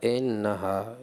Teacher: اور دوسرا مجھے کسرہ میں کمی لگی، ایسا لگا کسرہ آپ مجھول پڑھ رہے ہیں